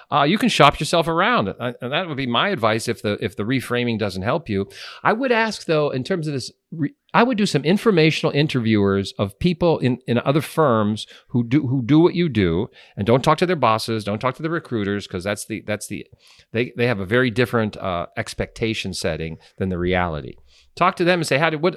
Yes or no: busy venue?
no